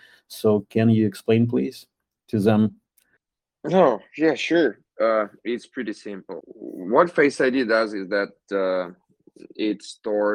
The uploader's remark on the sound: recording of the Fireside talk which took place in Humanode telegram voice chat on 18th of May, 2022.